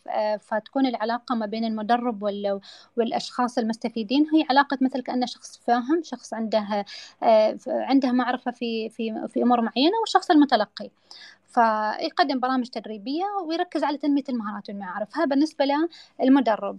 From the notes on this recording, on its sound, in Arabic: تسجيل لمساحة ابن رشد الأسبوعية على منصة تويتر